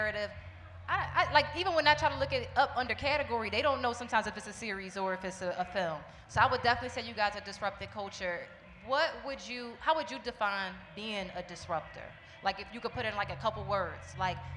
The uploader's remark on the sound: We brought some of the biggest disruptors in film to the stage for our Roots Picnic live podcast set.